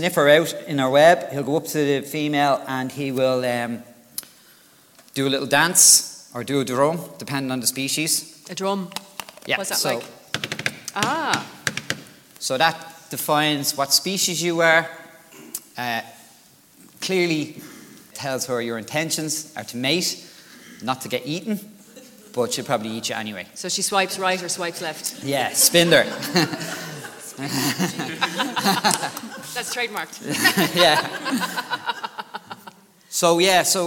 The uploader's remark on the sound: This is a live recording in front of an audience in The Crawford Art Gallery in Cork.